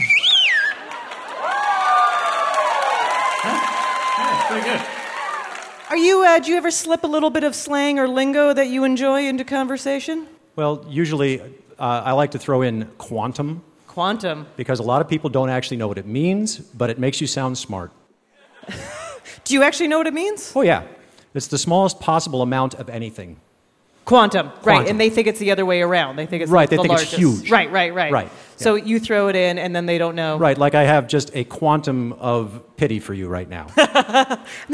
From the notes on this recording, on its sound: Live from Central Park's SummerStage Festival